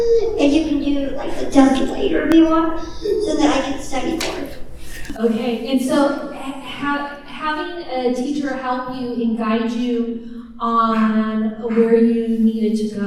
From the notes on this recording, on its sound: Recorded live at the 2019 Oregon Statewide Transition Conference. OSTC 2019 Keynote.